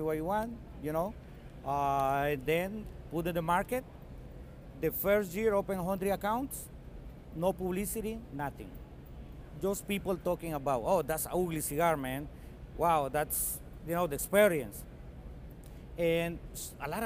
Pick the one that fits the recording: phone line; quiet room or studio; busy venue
busy venue